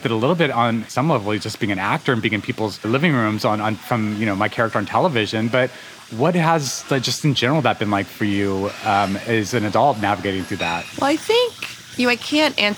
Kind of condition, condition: setting, busy venue